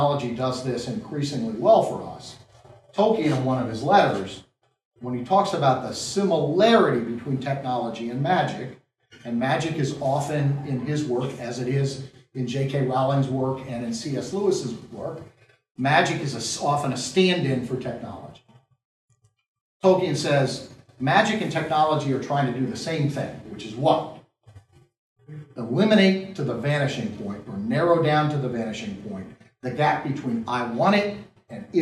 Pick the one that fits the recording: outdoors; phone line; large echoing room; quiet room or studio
large echoing room